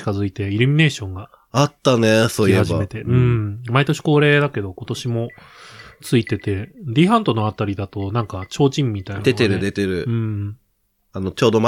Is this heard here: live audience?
no